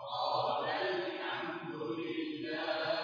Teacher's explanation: الألف تسقط للتخلص من التقاء الساكنين